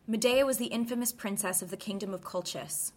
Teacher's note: New York still very much has ends of sentences as statements and doesn't have that upward intonation pattern